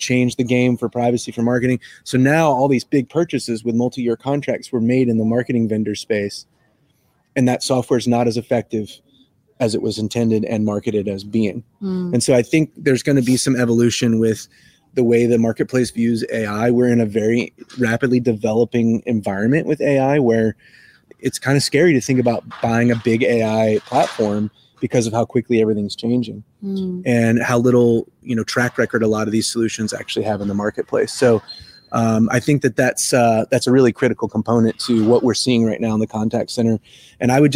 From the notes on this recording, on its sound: Coming to you LIVE from Orlando, FL! We've got a special episode of the show coming to you live from Vistio's booth (#805) at the ICMI Contact Center Expo!